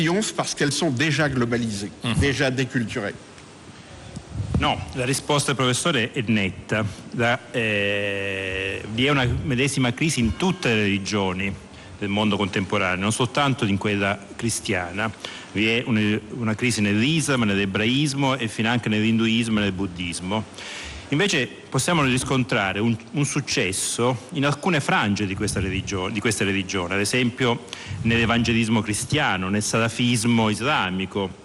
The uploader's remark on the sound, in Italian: In diretta dal Festivalfilosofia di Modena, Carpi e Sassuolo.